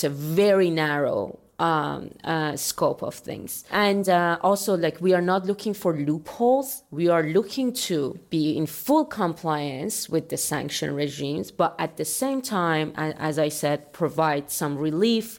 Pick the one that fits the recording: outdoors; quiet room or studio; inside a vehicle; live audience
live audience